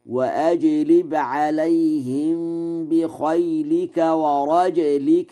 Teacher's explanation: قوله تعالى: وأجلب عليهم بخيلك ورجلك. قرأ ورش: ورجلك، بإسكان الجيم مع القلقلة